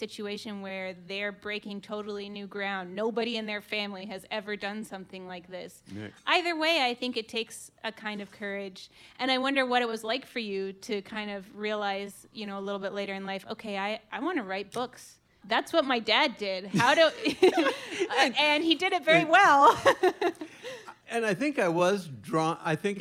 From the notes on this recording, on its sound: Recorded live at The Jazz Kitchen in Indianapolis.